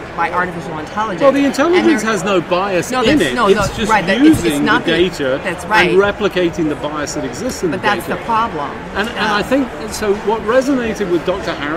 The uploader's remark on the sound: The conversation was recorded live in the exhibition hall at HLTH.